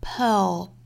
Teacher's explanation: We take the gravel in the shell and we make a pearlWe take the gravel in the shell and we make a pearl.我们注意 P-E-A-R-L 这个词英音发法是 pearl,它是一个单元音，就是这个单元音。这个单元音发好之后呢，我们再去发一个舌侧音，所以读的时候大家要注意是 pearl.这个音特别像另外一个英音或者美音不好发的一个词，就是女孩这个词，我们之前也经常练这个词，就是 G-I-R-L。英音的话是 girl，跟这个音是一样的，pearl，只是第一个辅音不同，girl，pearl。那美音的发法也是一样，我们除去辅音的话是 earl, girl 和 pearl，一会儿我们美音再讲这个词。好，我们继续看后面。